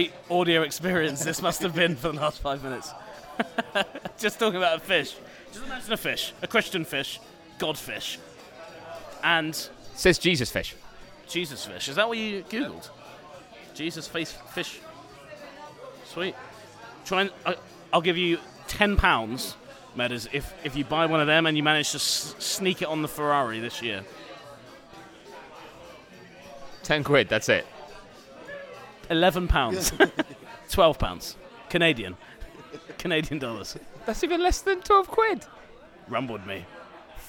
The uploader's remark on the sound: Live and unfiltered from a bar in Montreal